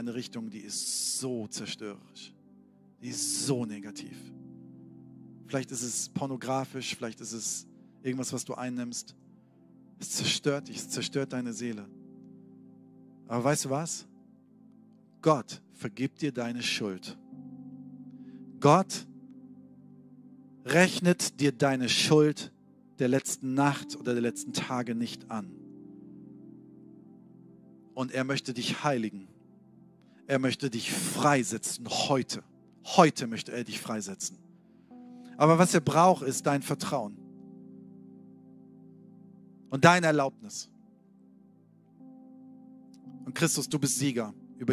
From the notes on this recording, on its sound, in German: Sonntagspredigt aus dem Standort Bochum.